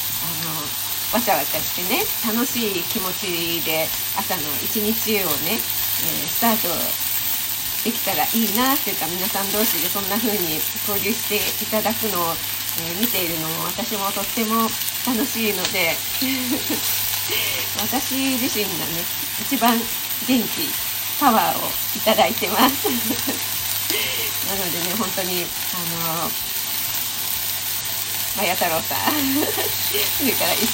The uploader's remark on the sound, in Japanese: 朝LIVE。肉巻き作りながら前半はどうでもイイ美容院の雑談。エンボス手袋で肉を巻く音がガサガサうるさいです。